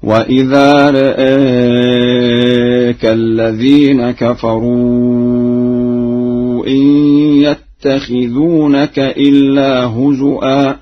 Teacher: قرأ ورش بتقليل الراء والهمزة في لفظ رآك وبالهمز في لفظ هزوا هكذا: وإذا رآك الذين كفروا إن يتخذونك إلا هزوا.